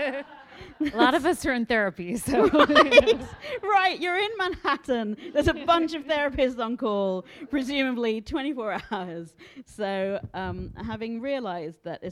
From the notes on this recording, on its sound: live at the Strand Bookstore in New York City